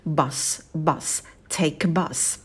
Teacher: И в слове bus звук «а» будет очень быстрым, проскакиваем его побыстрее, долго не сидим.